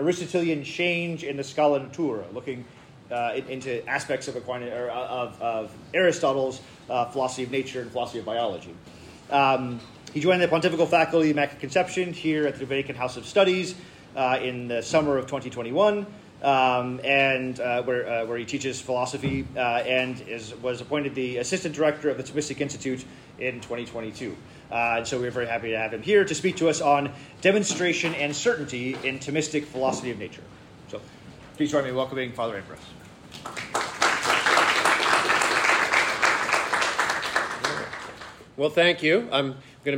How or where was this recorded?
live audience